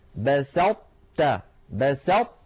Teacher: أطبقنا اللسان على طاء من غير قلقلة، تا فتحنا على تاء، فلا نحن أظهرناها فقلنا بسطت، ولا نحن أدغمناها إدغاما كاملا فقلنا بسطت. · Term: الإدغام الناقص